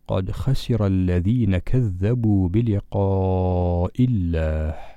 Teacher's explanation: هنا في كلمة بلقاء الألف فيها مد مدا طويلا في الصوت بسبب مجيء الهمزة بعده في نفس الكلمة، فهذا هو المد المتصل حيث اجتمع حرف المد وسببه الهمزة في كلمة واحدة.